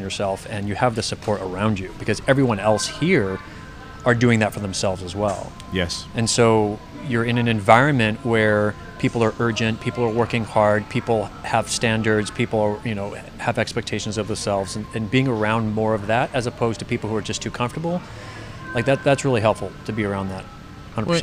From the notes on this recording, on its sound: LIVE & UNCUT! Recording directly in Smash Iron Fitness LIVE.